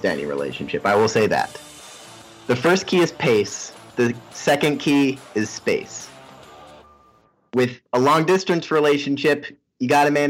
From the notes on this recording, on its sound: Fight through two hours of audio troubleshooting.